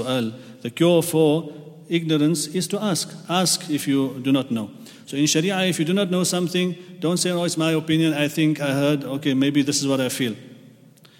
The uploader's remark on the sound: at the Houghton Masjid (West Street)